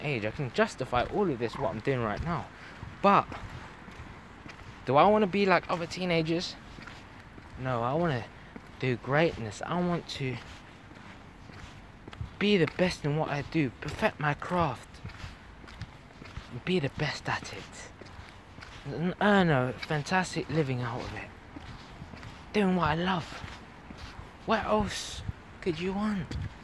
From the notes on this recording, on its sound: I was on a walk at night and decided to speak my thoughts out loud and press record. Apologies for the bad quality.